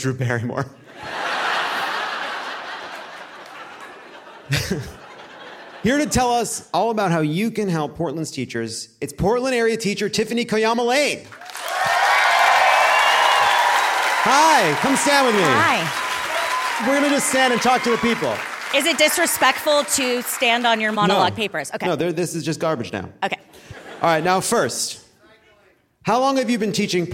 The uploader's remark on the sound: Live from Portland!